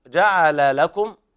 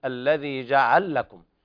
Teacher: اتفق القراء العشر عدا السوسي على إظهار اللامين في جعل لكم، وانفرد السوسي بالإدغام